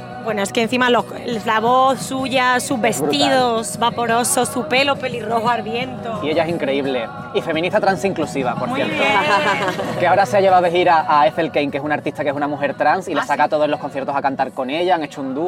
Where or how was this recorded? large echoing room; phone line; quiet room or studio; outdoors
outdoors